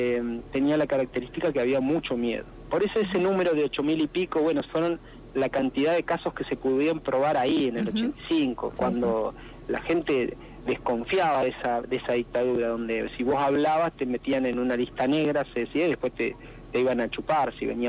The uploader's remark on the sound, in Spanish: Tuvimos una charla telefónica